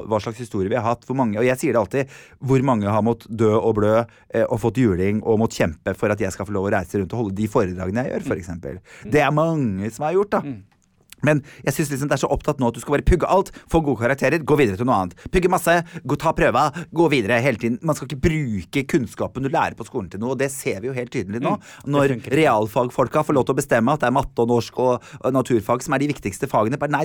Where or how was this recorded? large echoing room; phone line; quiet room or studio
quiet room or studio